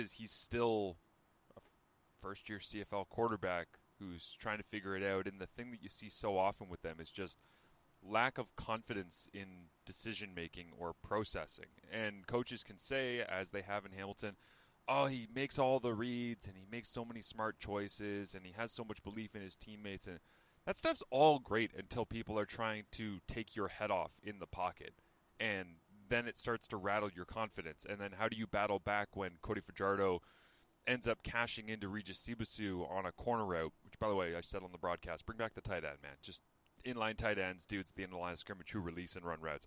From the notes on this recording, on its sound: 5am Car Thoughts! Live from the CFP mobile studios.